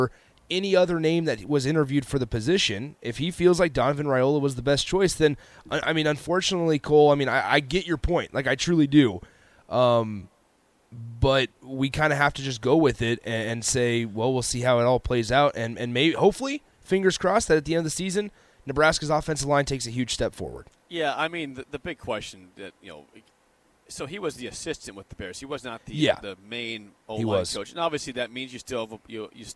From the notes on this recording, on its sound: Live from Big Ten Media Day in Indianapolis. 93.7 The Ticket's coverage of 2022 B1G Media Days at Lucas Oil Stadium in Indianapolis.